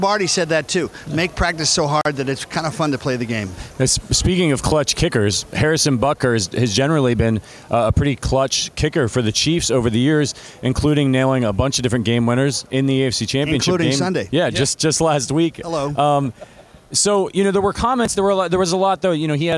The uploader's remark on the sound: Live from Super Bowl LVII.